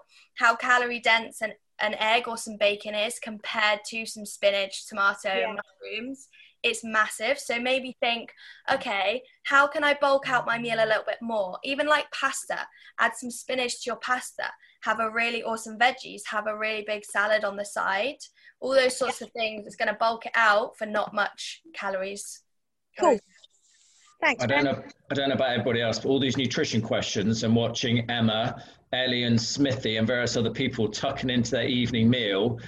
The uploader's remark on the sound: This was a live discussion on zoom